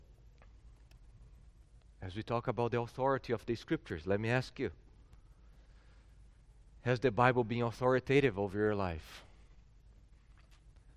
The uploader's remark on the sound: at Gracious Cross Reformed Church Salem, September 19th 2021.